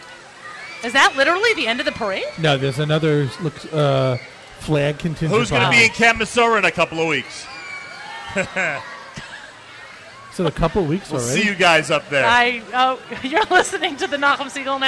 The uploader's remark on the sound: LIVE from NYC